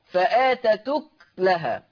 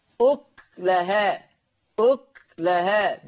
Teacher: إن ورش يقرأ بسكون الكاف، فآتت أكلها هكذا.